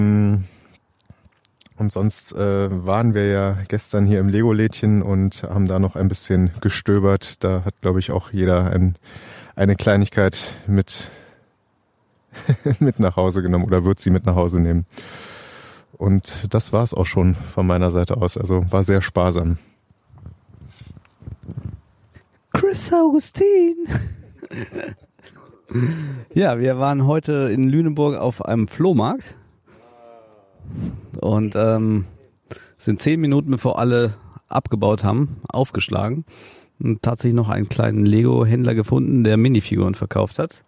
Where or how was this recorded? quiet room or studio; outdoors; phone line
outdoors